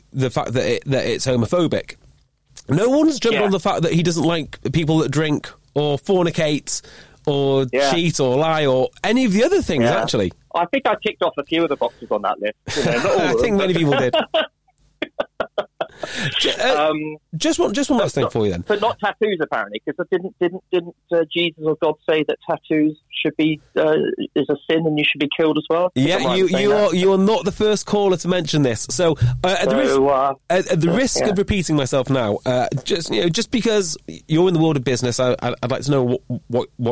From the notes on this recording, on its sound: Listeners call in to talk about rugby.